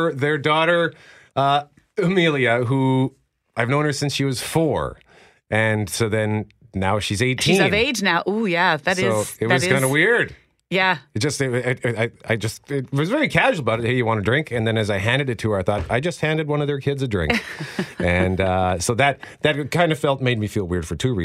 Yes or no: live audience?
no